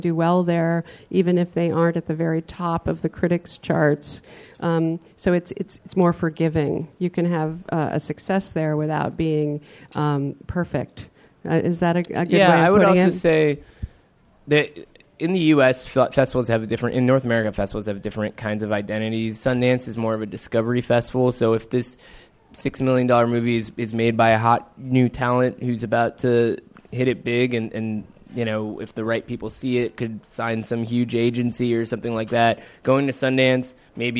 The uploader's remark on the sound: "Live From Cannes 2018".